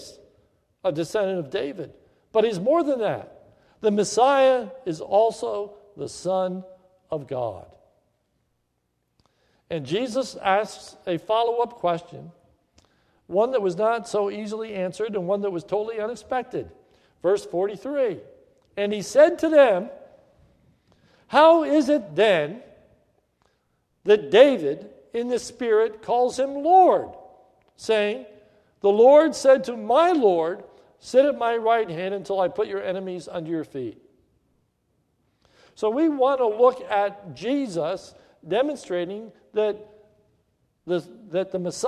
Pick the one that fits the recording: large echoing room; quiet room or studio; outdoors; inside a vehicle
large echoing room